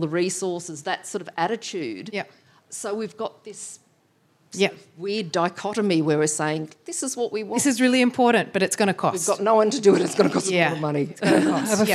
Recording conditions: live audience